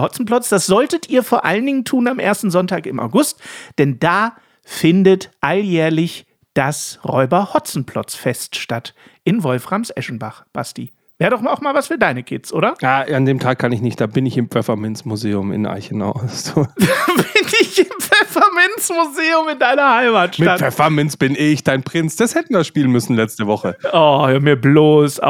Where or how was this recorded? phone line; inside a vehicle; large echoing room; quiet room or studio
quiet room or studio